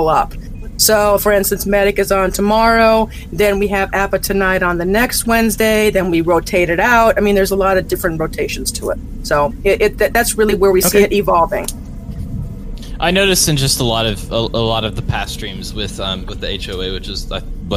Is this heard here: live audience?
no